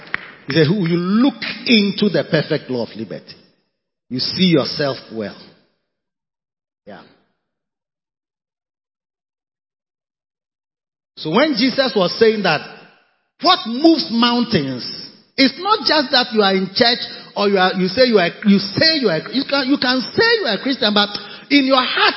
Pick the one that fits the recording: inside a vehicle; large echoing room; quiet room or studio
large echoing room